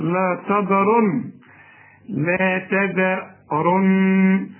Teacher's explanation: رقق الذال وهات التاء تاء ما تعملهاش طاء